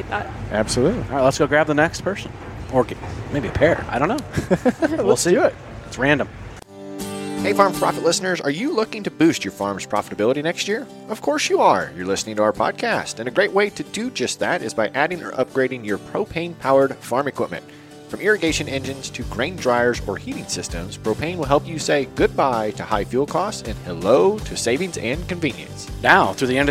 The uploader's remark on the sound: Recorded on a Train Full of Creators. Aboard the Sugar Express.